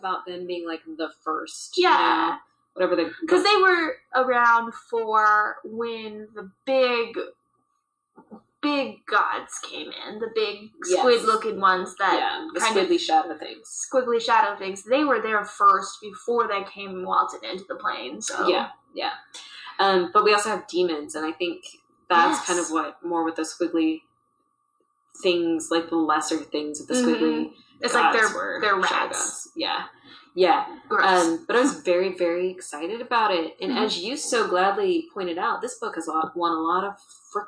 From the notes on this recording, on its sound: Through audio issues untold the lost recordings are retrieved from the GTC vault.